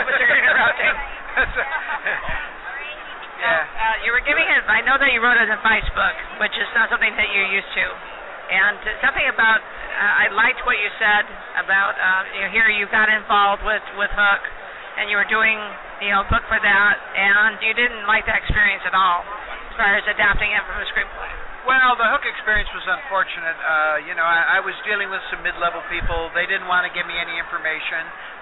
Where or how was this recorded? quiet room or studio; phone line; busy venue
busy venue